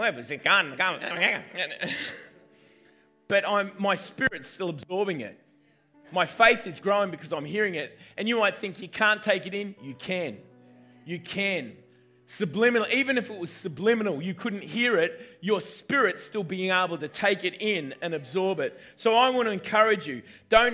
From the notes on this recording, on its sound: recorded on 10/11/2019 at the 9am gathering at River Edge Church